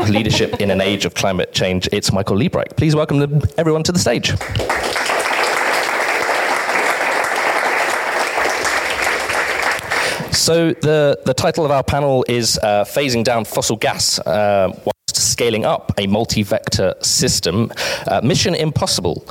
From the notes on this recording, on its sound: In this special live podcast—recorded at an event organised by Agora Energiewende, the Regulatory Assistance Project, Energy Cities and FORESIGHT Climate and Energy.